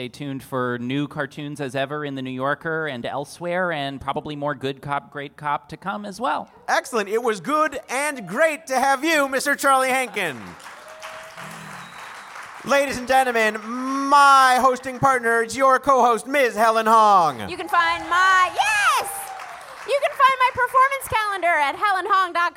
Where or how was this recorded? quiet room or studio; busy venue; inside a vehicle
busy venue